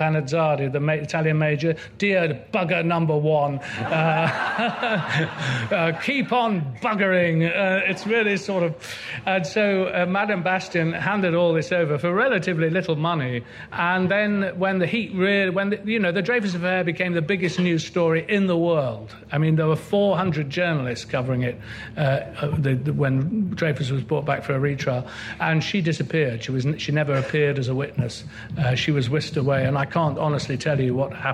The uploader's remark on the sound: Recorded at Chalke Valley History Festival 2016.